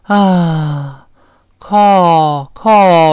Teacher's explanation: 美式发音呢，嘴大一些，就是我们像那个叹气一样，啊，靠，靠，是这么一个声音。那个 L 呢，老师说过是舌头抬起来，前舌面跟上牙膛沾一下，了。Calling，Calling，哎，是这个声音。I try calling you allnight。那个 all 跟那个 call 口型一样，是，哦，allnight。咱怎么样呢？But I wasn't able